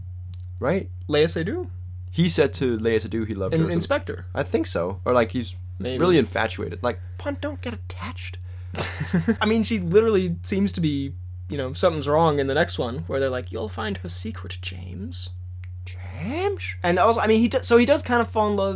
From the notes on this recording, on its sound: Sorry about a little bit of background hum in this one, something must have gone wrong with the mic but hopefully it’s not too distracting!